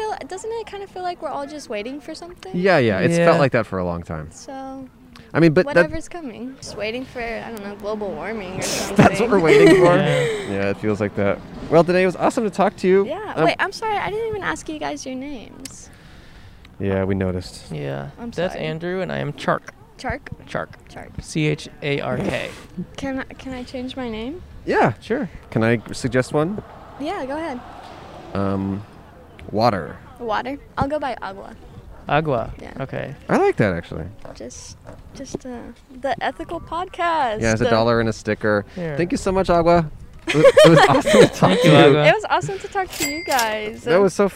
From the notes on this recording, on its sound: We set up outside a craft fair in a town built for horses and their equine-obsessed owners! In Norco, California, AKA "Horsetown, USA."